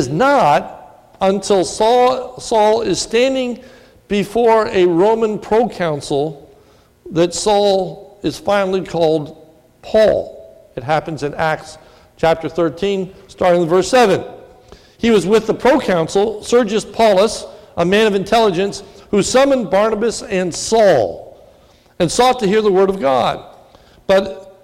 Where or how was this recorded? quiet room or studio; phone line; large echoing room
large echoing room